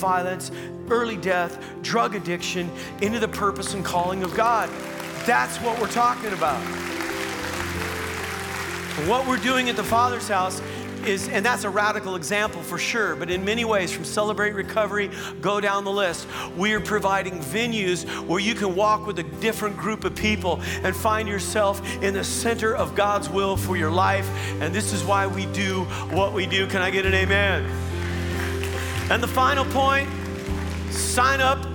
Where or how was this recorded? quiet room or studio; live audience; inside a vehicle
live audience